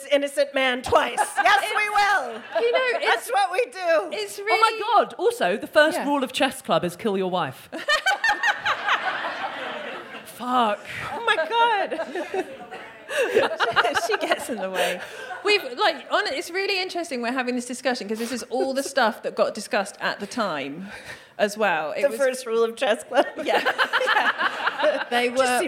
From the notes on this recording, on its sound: The gang are back at their London residency at 21Soho. We hear from a member of the audience.